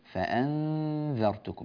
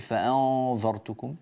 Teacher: فأنذرتكم، نون ساكنة بعدها ذال، هذا إخفاء حقيقي، والنون مرققة لأن بعدها ذال مرققة · Shown in: first take · قلنا إن الغنة تتبع ما بعدها فرقق النون لأن الذال مرققة.